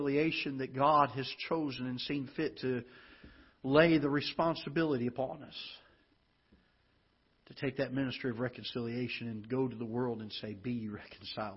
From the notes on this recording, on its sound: Ketha Heights Baptist Church ~ Live Broadcast.